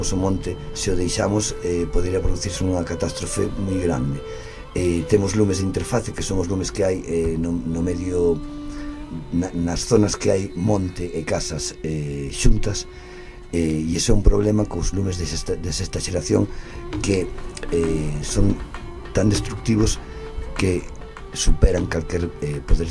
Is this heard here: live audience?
no